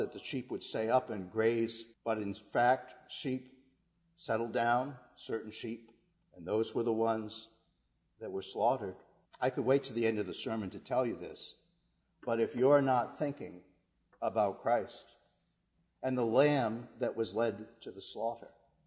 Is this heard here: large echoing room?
yes